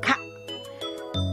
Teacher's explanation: パタカラ体操、これはお口をスムーズにする体操です。まずは上唇と下唇がしっかりと閉じることで発音するパ、それから舌先が上顎の裏の上の前歯のところにしっかりとついて発音するタ、ベロの奥に力を入れて軟口蓋が持ち上がることで発音できる